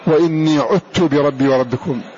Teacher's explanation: ذهبت الذال أدغم الذال في التاء